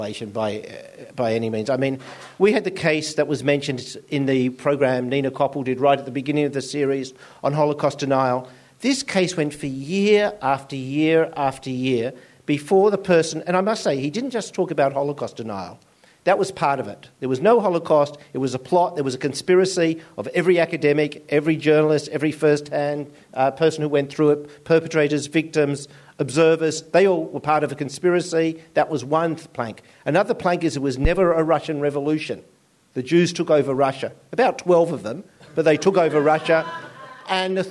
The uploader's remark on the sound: We broke out of the 2ser studios and headed down the road to our friends at 107 projects in Redfern, Sydney for the Just Words live event. We were overwhelmed when more than 100 of you turned up to sit in the dark and listen to us make a podcast. As the event was recorded live the sound is not as crisp as we usually like it, but we hope you feel like you are in the room.